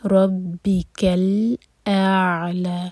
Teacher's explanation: لام ساکن کے بعد ہے حمزہ، حمزہ پر فتحہ اور اس کے بعد عین پر سکون. تو حمزہ کا ساؤنڈ کلیئر آئے گا، اس کے بعد عین سے ملائیں گے